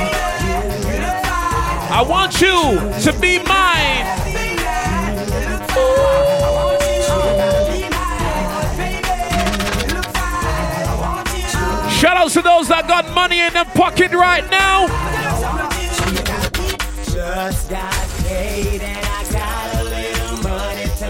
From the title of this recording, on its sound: LE JARDIN DU BELAIR LIVE AUDIO